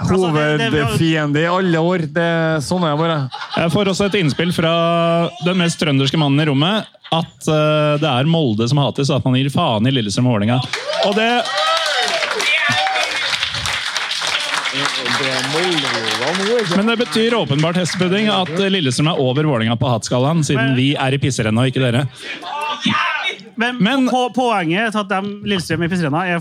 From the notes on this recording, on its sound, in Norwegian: Live fra E.C. Dahls! Vi feiret 200 med ølsmaking på bryggeriet FØR podcasten.